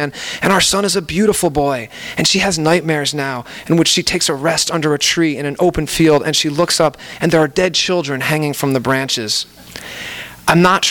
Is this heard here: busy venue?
yes